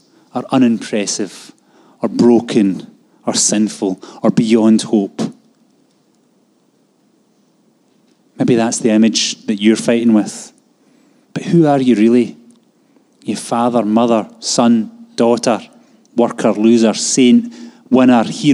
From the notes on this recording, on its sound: Live from our Sunday gathering on 30/10/22